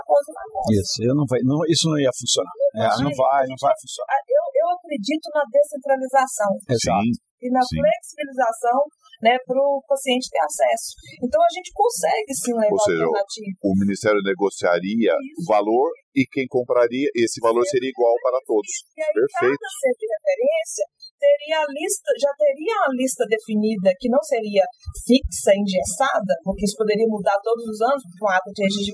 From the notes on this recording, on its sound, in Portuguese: Este Podcast foi gravado presencialmente durante o Congresso HEMO de 2022.